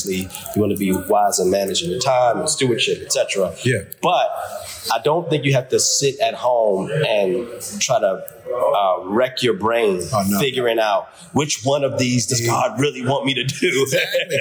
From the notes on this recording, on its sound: During the 2022 Flavor Fest celebration and conference